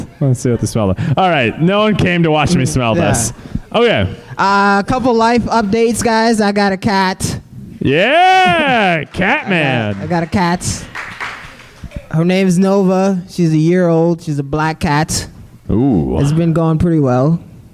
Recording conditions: busy venue